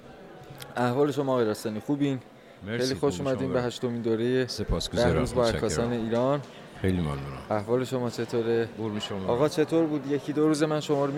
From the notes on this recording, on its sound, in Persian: این گفت و گو به صورت زنده در خانه هنرمندان ایران ضبط شده است.